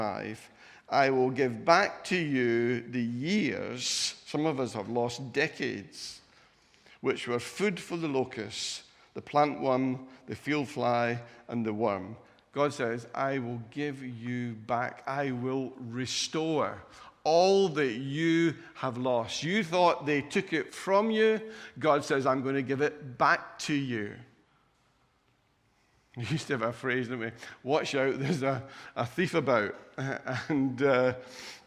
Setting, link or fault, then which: setting, large echoing room